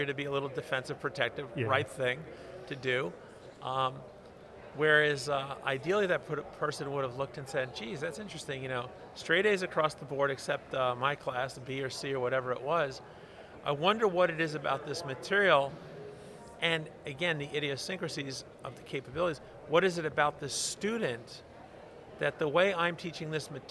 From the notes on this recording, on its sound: From the GBMP Northeast Lean Conference!